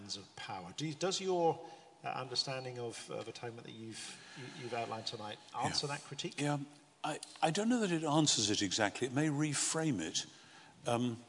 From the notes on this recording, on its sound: This GodPod was recorded as part of a lecture. This lecture was part of the McDonald Lecture Series – a collaboration between St Mellitus College and the McDonald Agape Foundation.